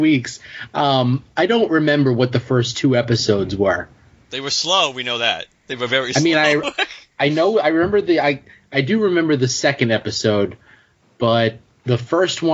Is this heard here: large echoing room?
no